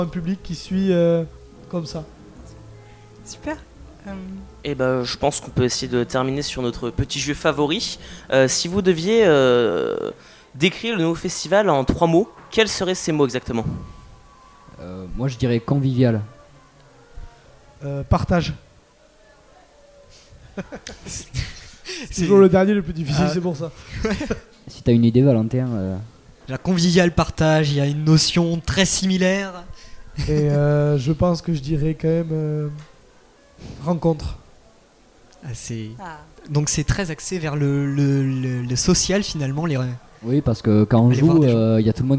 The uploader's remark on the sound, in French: Delta Fm est allée au Nouveau Festival à Cenon (33) pour donner la parole aux lycéens porteurs de projets, venus présenter leur travail. Cette banda vient des Landes et propose aux festivaliers de la musique tout au long du festival.